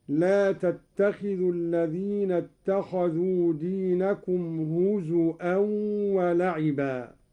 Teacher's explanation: قرأ قالون بهمز الواو